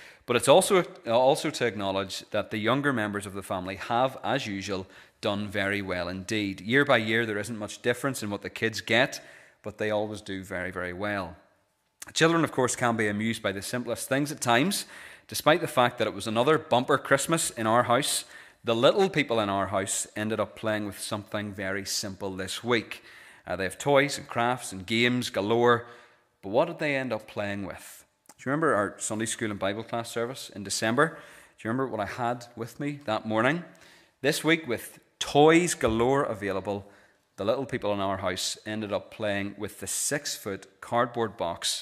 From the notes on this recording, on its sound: This is the recording of the Bible reading and sermon from our pre-communion service held on Wednesday 3rd January 2024.